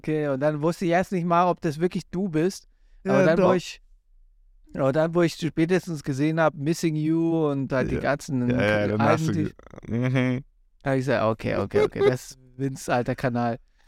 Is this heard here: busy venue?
no